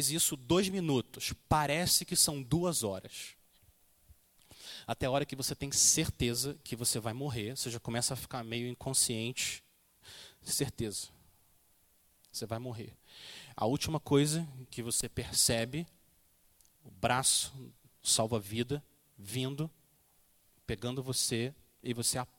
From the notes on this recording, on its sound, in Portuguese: Mensagem gravada na Igreja Batista Jardim Minesota